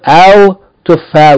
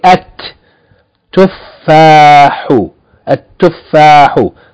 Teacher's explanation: It's a sun letter. So it has a shadda to tell you don't pronounce the lam, but instead of it, pronounce a extra ta. · Shown in: second take